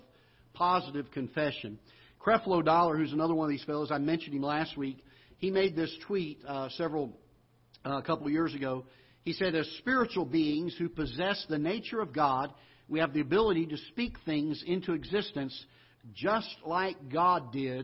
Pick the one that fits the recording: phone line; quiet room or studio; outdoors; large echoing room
large echoing room